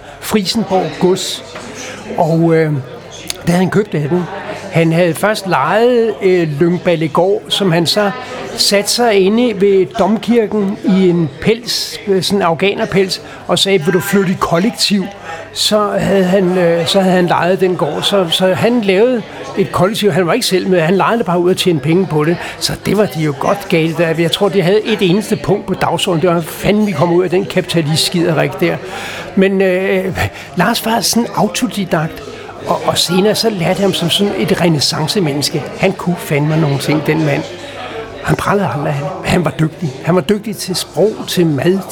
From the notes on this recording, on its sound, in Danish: Optaget på Axelborg Bodega, København